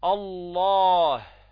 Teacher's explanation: من أين خرجت الهاء؟ من الحلق. ومن أقصى الحلق أي أبعد نقطة في الحلق عن ماذا؟ عن الفم